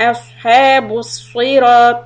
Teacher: The word man idhar followed by ashabus sirati. So we make sure that the letter sod is heavy and doesn't sound like letter seen.